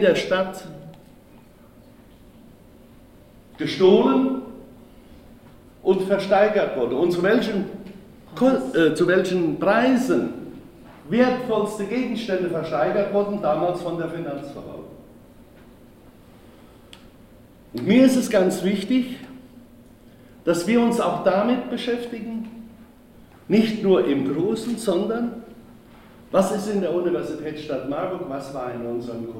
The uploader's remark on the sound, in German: Mitschnitt der Veranstaltung von Kulturhorizonte e.V. In der Musikschule Klassika e.V.